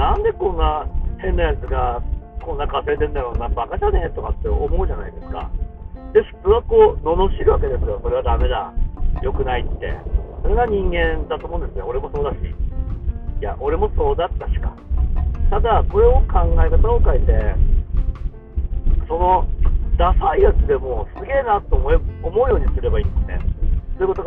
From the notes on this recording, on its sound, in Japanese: 車の渋滞がすごすぎて暇なので録音。風邪気味なので、いつも以上に鼻声っす。